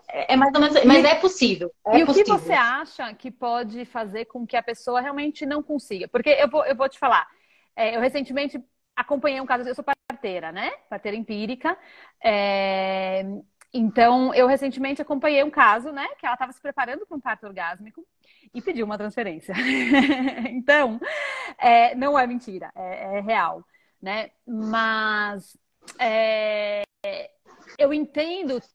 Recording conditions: video call